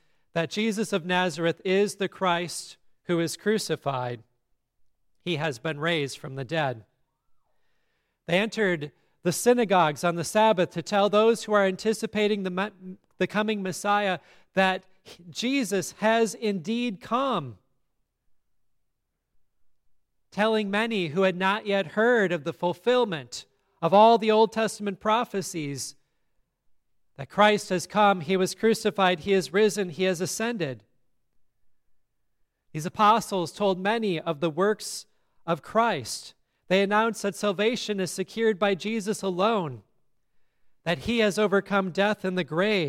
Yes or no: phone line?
no